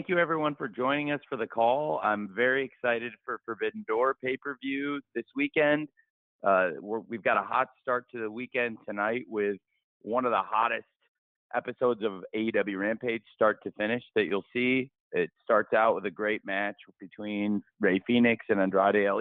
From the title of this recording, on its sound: Media Conference Call